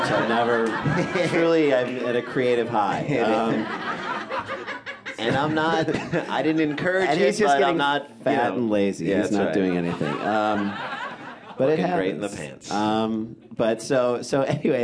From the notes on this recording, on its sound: This performance was recorded at the Un-Cabaret, an ongoing alternative stand-up show that features unique writer-performers telling unusually honest stories.